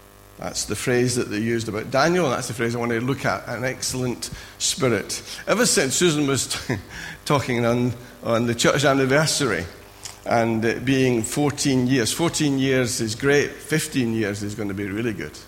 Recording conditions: large echoing room